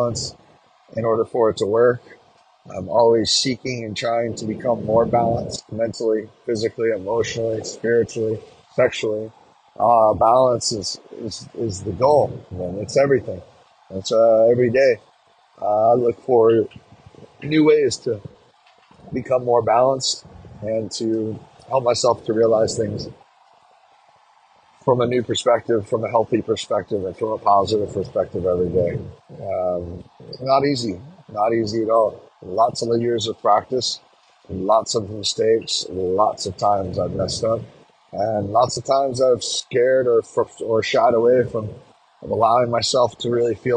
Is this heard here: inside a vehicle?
yes